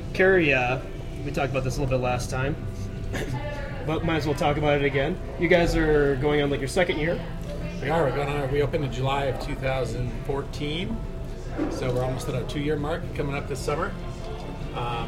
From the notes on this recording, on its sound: on location at The District, a Denver bar that slings bad ass brew and makes some killer food